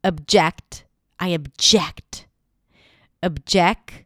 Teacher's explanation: it has a fun little schwa at the beginning, even though it's spelled with an O.